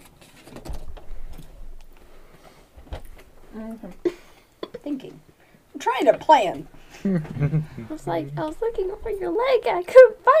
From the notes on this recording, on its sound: Keep your headphones off, or very quiet, for this episode. Still struggling with recorders.